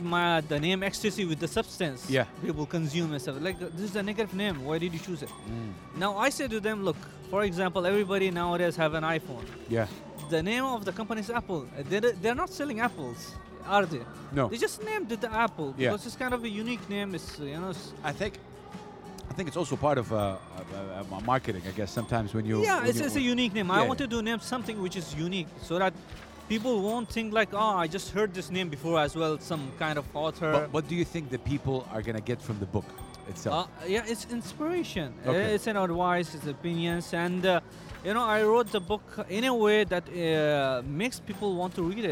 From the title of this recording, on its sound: Live from SIBF 2023